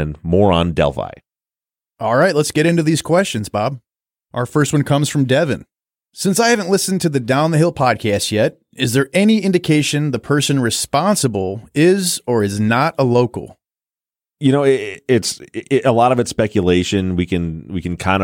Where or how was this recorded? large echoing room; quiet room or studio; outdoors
quiet room or studio